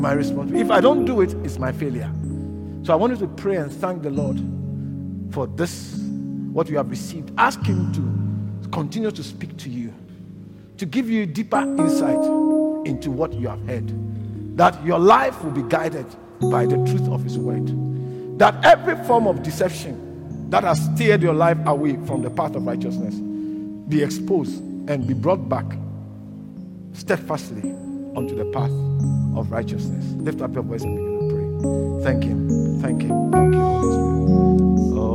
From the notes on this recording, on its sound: preached at LCI Silverlakes